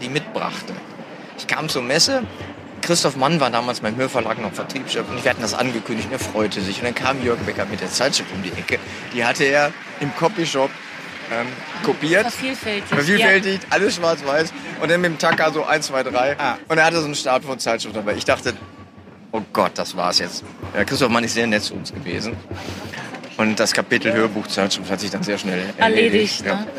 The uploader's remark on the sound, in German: live von der Frankfurter Buchmesse